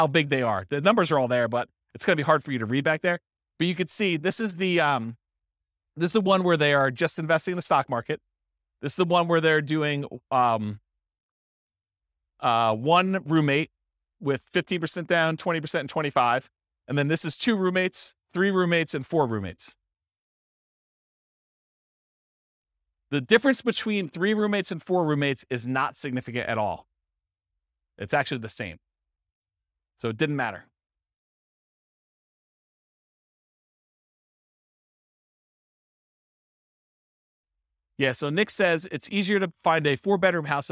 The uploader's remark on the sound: This was a live class recorded